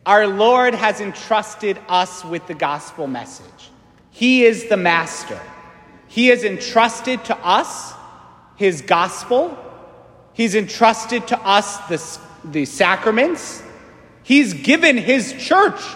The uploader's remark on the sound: St Francis Catholic parish homily